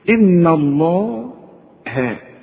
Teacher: اذا مديت شفايفك هتطلع اللام مفخمة صحيحة. واذا رجعت شفايفك على هيئة ابتسامة هتطلع الهاء مرققة ودي المطلوبة.